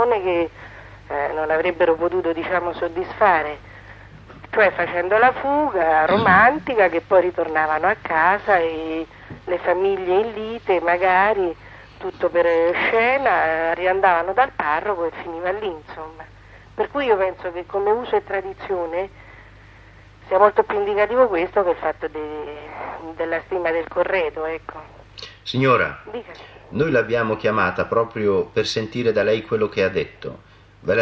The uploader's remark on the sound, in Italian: Una telefonata con un'ascoltatrice. Intervento telefonico. Inviato al Festival di Sanremo.